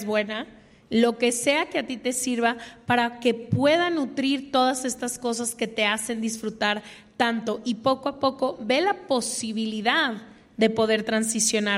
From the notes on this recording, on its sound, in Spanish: que grabamos en CDMX desde el Lunario del Auditorio Nacional con público en vivo